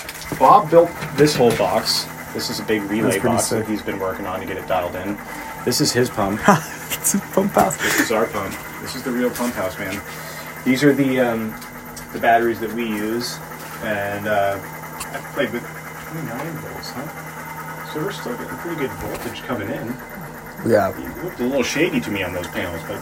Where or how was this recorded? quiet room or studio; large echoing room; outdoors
outdoors